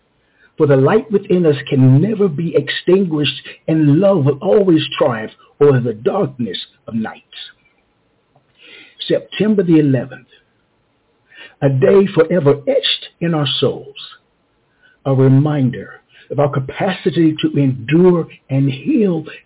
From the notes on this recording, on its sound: Some poets will be calling in live, sharing their verses directly with us. We will broadcast other poets reading their poems via MP3 audio files.